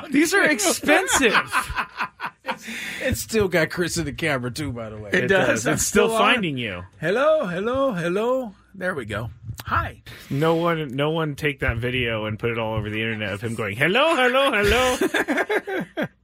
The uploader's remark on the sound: more phone calls.